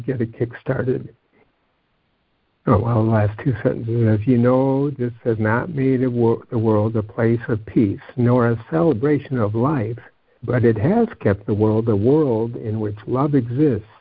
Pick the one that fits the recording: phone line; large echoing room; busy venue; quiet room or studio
phone line